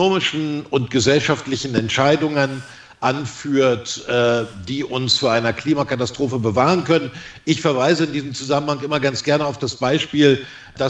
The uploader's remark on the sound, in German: Sie hören Auszüge aus der Podiumsdiskussion.